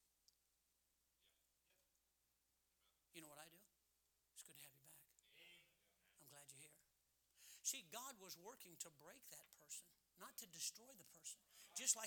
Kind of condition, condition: setting, large echoing room